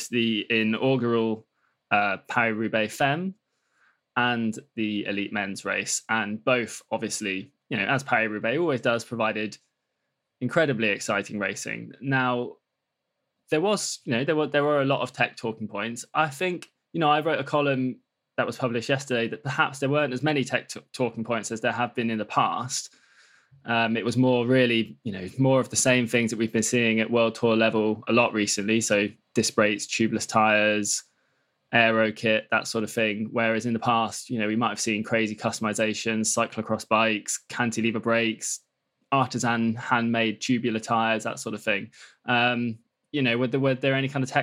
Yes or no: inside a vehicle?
no